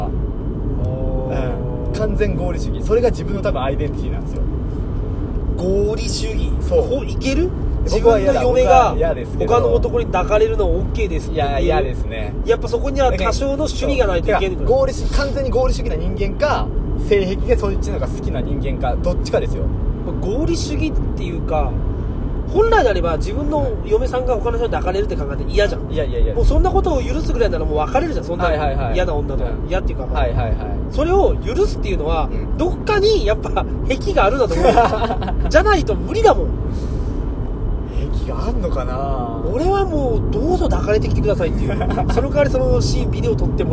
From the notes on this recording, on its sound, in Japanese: 営業中の車の中で。